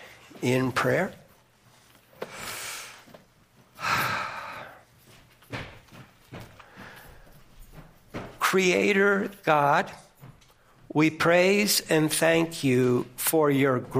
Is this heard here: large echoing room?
yes